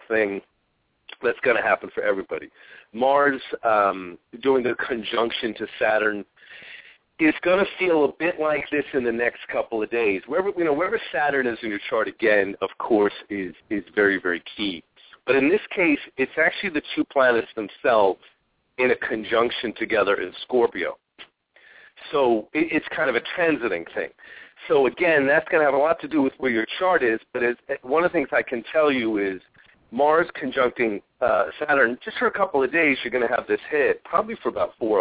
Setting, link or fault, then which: link, phone line